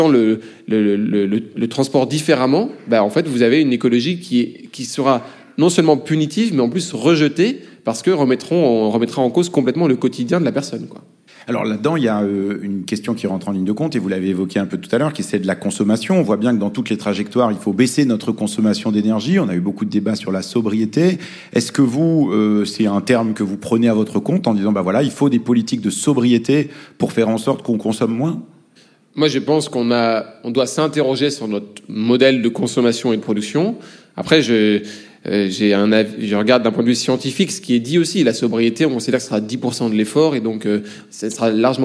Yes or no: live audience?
yes